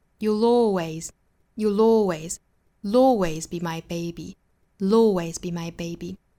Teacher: l 的音的，再跟后面连读这个 l 的音就带出这个小的 l 的音了。You'll always be my baby, always be my baby, 相当于舌侧音由 dark l l 变成了 light l 的 always